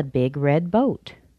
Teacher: I stress the noun. The two adjectives are just a little bit weaker.